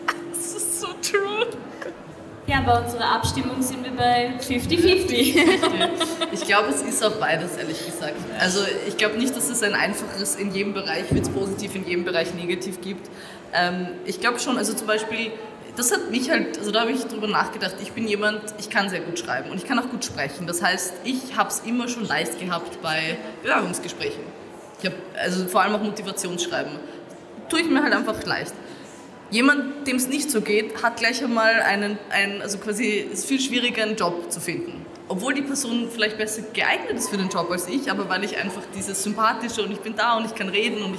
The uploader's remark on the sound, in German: Live auf der Comix